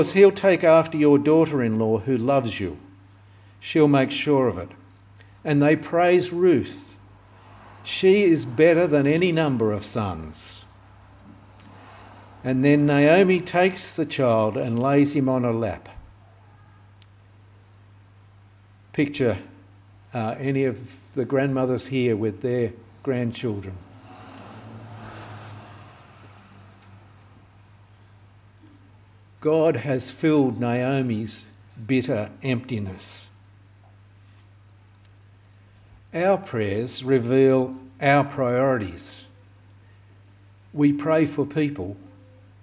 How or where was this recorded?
large echoing room